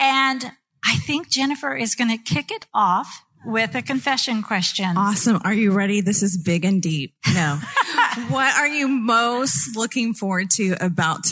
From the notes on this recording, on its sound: This special episode was recorded at Christian Life Cathedral in Fayetteville, as a part of KLRC's Ladies Night Out!